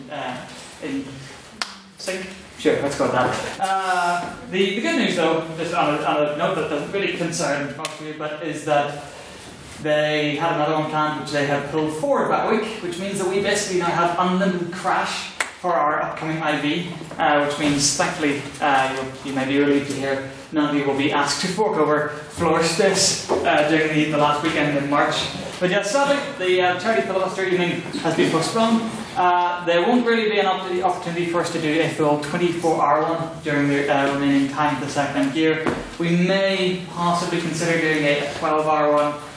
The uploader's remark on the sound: the recording of the fourteenth Ordinary Meeting of our 169th Session, where the House convened